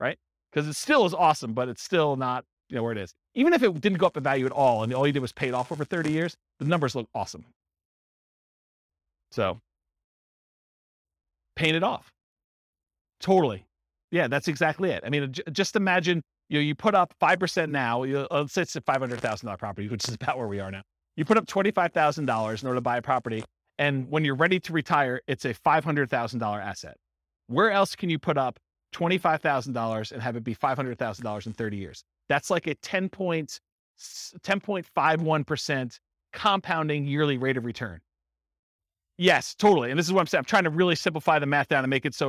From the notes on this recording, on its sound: This was a live class recorded